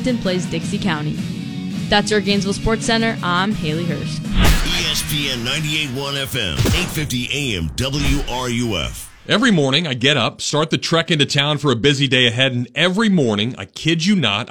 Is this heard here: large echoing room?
no